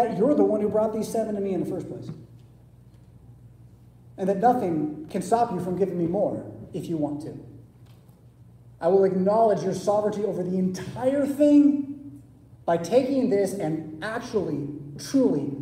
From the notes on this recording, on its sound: Preached at St Paul Lutheran Church , Rockford, Illinois on Sunday June 25, 2023.